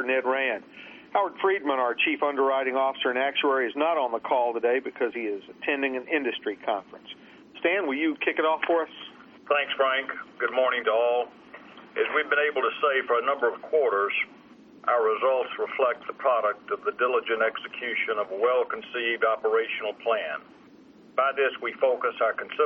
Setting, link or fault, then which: link, phone line